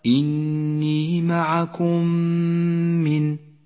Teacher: ميم ساكنة بعدها ميم متحركة، تدغمان فتصبحان ميما واحدة مشددة لونت بالأخضر لأنها تحتاج إلى غنة زمنها حركتان. · Term: الإدغام الشفوي